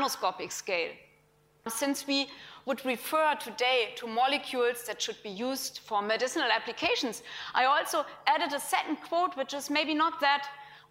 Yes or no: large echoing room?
yes